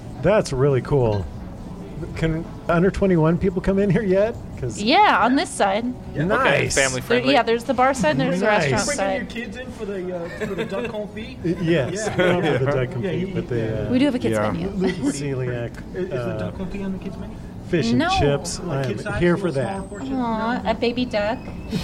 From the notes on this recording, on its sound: Virginia Inn in Pike Place Market. Recorded live at Virginia Inn on 04/19/2023.